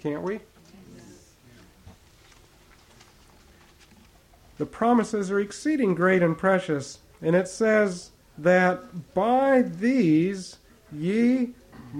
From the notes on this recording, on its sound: recorded at the Gazeley Bible Fellowship meeting, England.